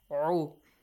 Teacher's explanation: Two throat letters are there. Yes. أعو. One is Hamza. One is عين.